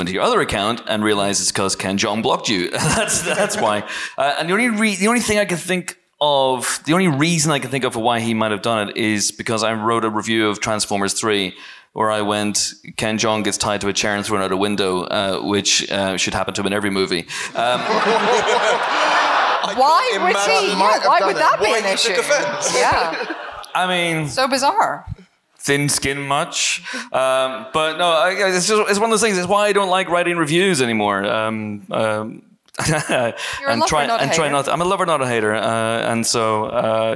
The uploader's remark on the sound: Recorded in front of a live audience at Kings Place, London.